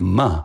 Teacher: ma, which is just the ba sound, but ma, you're putting it through your nose